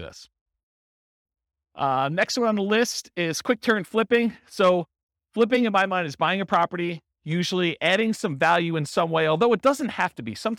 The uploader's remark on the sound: This was a live class recorded